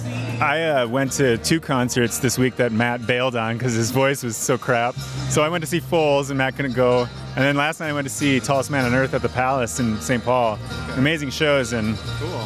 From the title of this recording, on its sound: Live at Mid West Music Fest 2019